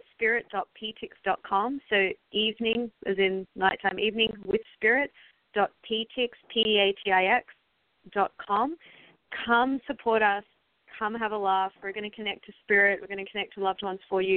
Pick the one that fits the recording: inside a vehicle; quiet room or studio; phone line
phone line